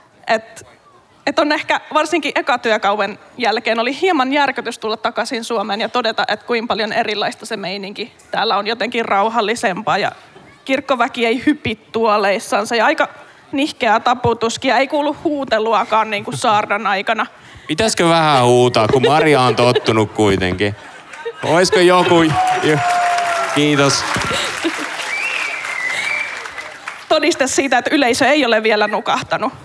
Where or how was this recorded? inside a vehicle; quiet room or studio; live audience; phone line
live audience